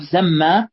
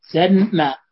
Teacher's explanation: ففرق بين أن تنطق بالمضاعف زمة ميم مشددة، وبين أن تنطق بنون ثم زنمة